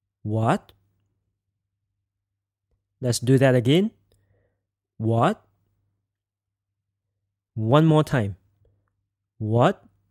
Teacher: we can just think of saying what in a questioning tone to get the second tone